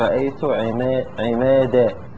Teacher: مثل مثلا لما تقول رأيت عمادا، فعندنا ألفين، ألف التي بعد الميم وهذه فيها سبب للإمالة للكسرة السابقة، وأما الألف التي بعد الدال فليست فيها سبب للإمالة، فممكن نميلها من أجل تناسب بين الدالين بين الألفين، فنقول رأيت عمادة هكذا. · Term: الإمالة